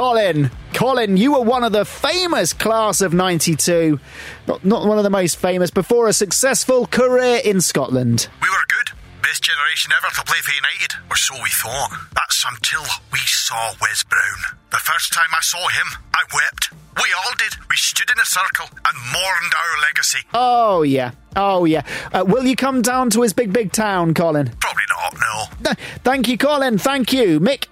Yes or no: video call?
no